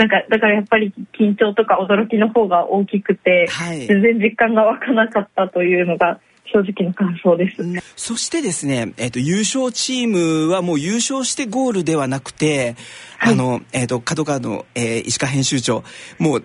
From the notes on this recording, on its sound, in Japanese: 電話インタビューを交えてお送りします。